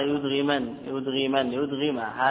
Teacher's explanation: أنت تنطق أولا بالفتحة ثم تشبعها فتمطها تجعلها ألفا · Term: إشباع مد